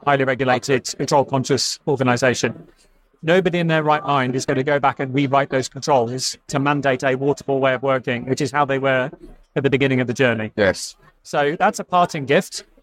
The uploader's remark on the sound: Recorded live at the Agile Australia Conference.